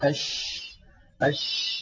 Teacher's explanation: نجد بأن الهواء يتدفق مع حرف الشين، فالشين يجري معها النفس · Term: مهموسة